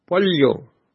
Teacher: mirarán que el aire sale por los lados, no sale por el frente